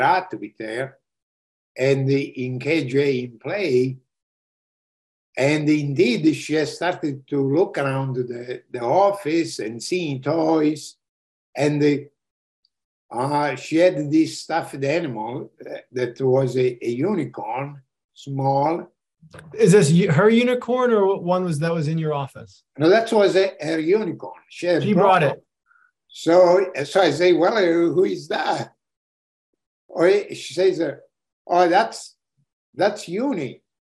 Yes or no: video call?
yes